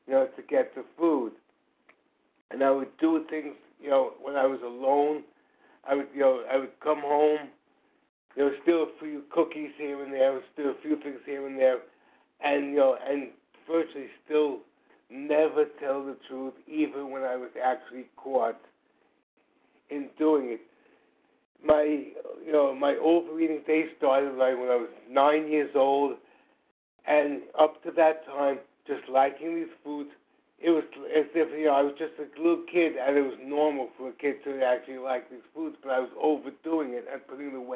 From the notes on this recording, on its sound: 100 Pounders Phone Meeting, 8/11/23